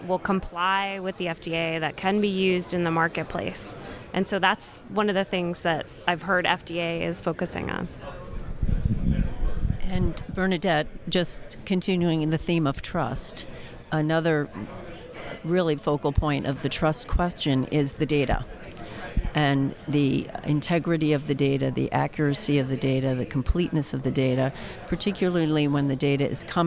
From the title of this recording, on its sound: Live from JPM